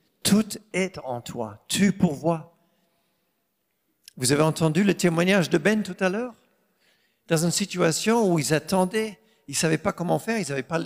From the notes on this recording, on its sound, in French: Enregistré à l'église CVV, le 31/07/2022